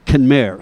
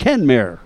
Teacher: the Irish pronounce it Kenmare, so the emphasis is on the second syllable · Shown in: first take